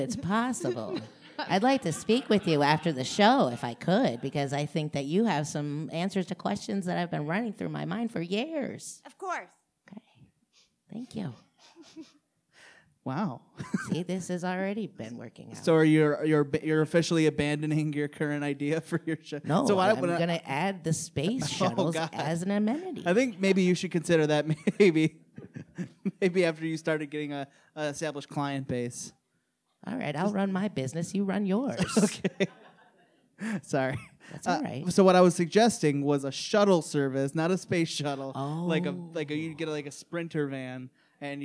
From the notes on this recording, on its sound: LIVE at Detroit Women of Comedy Festival 2019.